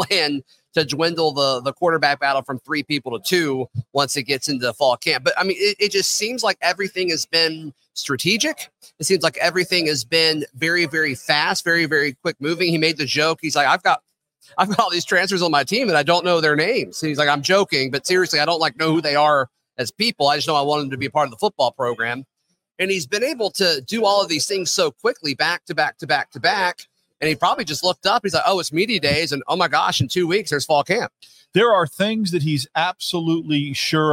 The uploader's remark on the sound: joins the podcast live from SEC Media Days